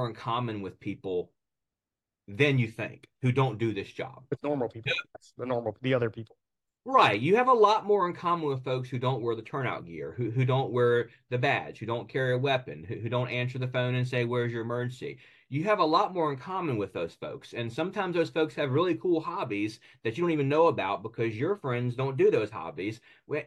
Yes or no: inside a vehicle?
no